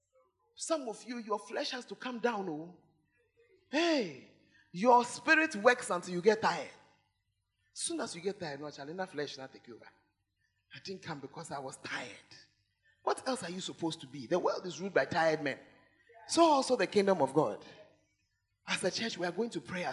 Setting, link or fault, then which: setting, large echoing room